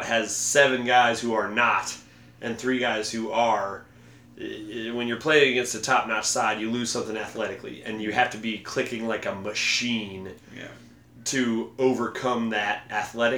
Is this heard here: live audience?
no